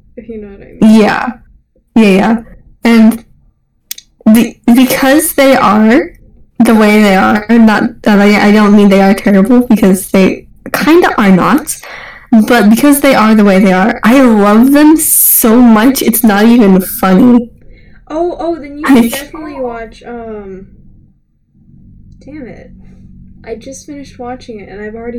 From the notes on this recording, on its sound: Horrible Audio Quality. The audio is horrible.